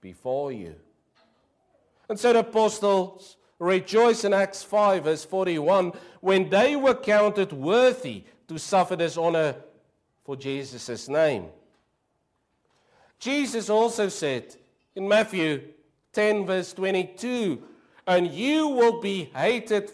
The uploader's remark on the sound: Preached 06/08/23 AM service